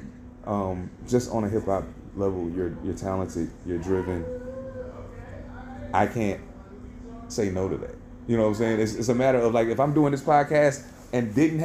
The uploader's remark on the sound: Coming live from High Dive in Seattle, WA.